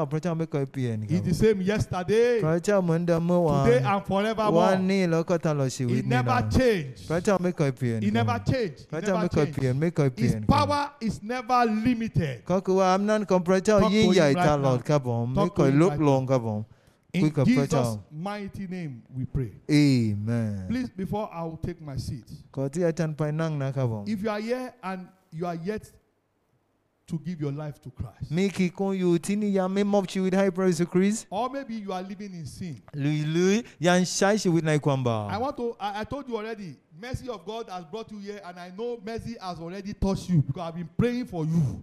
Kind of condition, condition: setting, live audience